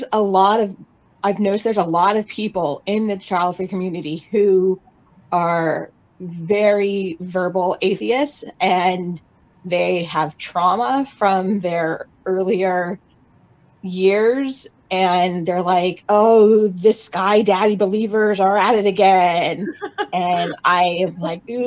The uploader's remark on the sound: The panellists discuss their experiences in this replay from the 2022 Virtual Childfree Convention.